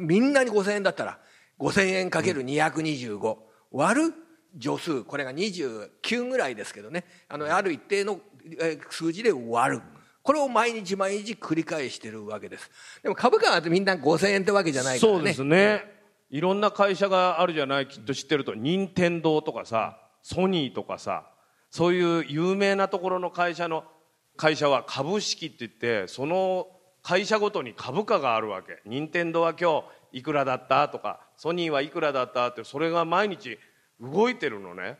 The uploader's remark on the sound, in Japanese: マネーに関心のある小学生と親御さんが参加した公開収録。